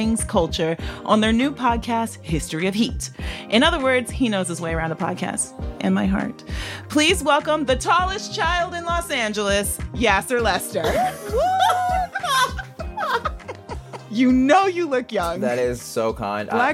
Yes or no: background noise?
no